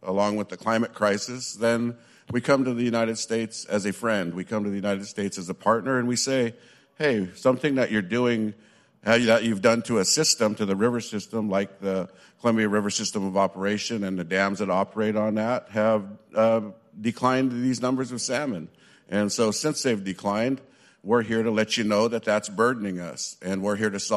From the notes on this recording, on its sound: Tribal and federal officials participate in a panel discussion at the White House Tribal Nations Summit on December 6, 2023.